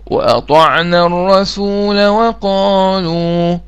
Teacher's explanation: الألف حذفت لما وصلت